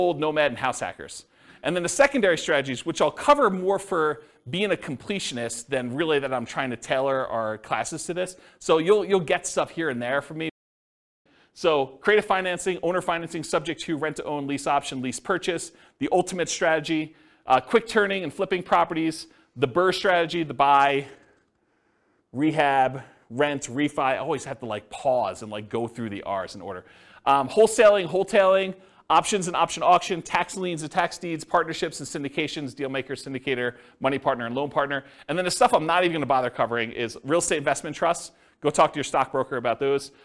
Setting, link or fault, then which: setting, live audience